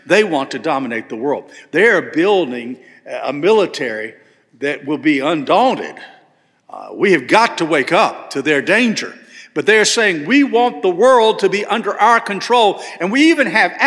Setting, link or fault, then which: setting, large echoing room